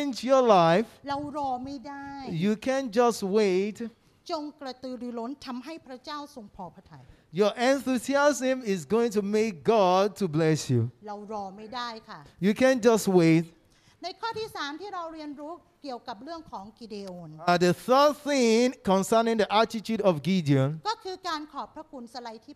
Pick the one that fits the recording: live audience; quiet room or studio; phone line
live audience